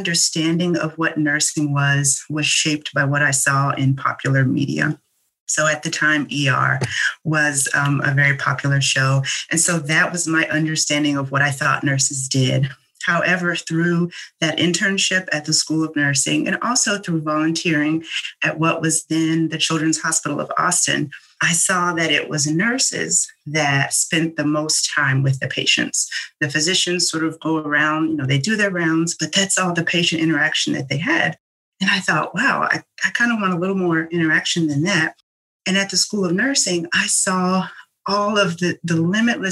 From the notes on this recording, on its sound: This episode was recorded on February 26th, 2021 via Zoom.